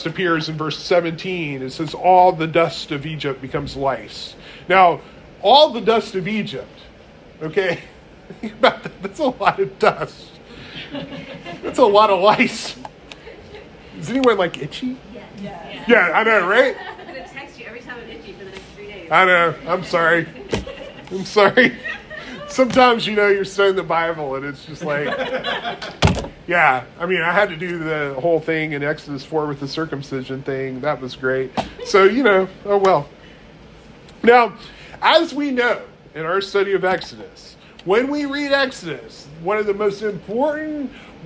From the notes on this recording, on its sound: One of the itchier sermons preached at Resurrection church.